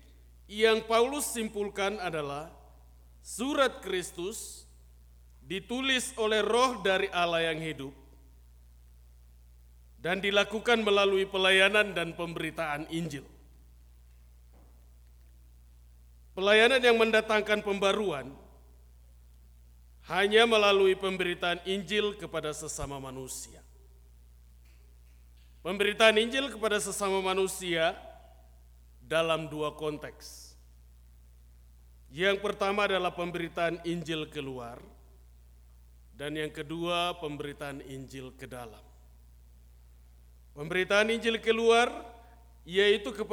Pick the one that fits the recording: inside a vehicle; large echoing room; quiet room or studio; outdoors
large echoing room